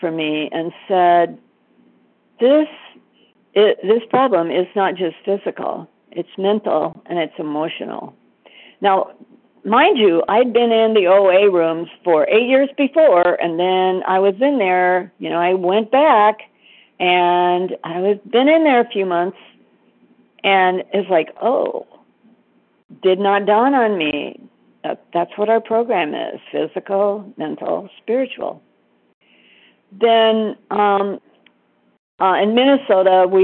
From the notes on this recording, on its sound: 100 Pounders Phone Meeting